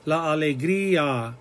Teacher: The word alegría, that IA, is two separate sounds. We put an accent on the I so that the I is heard equally as well as the A. · Term: breaking up that diphthong